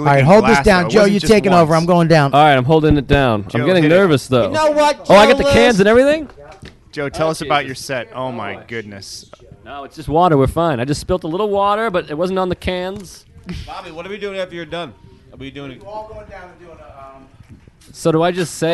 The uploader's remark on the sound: Recorded backstage at the Jersey City Comedy Festival.